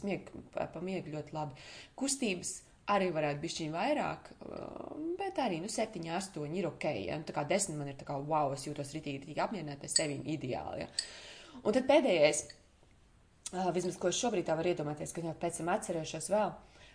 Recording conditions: phone or laptop microphone